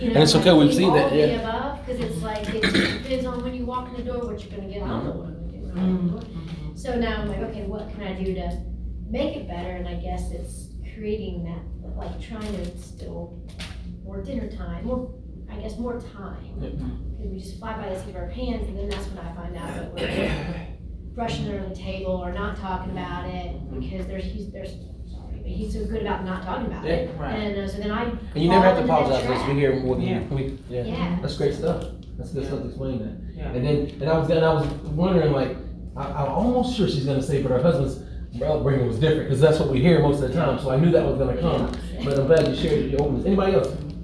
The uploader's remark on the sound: Live from REACHgathering 2021. Track presentation at REACHgathering 2021!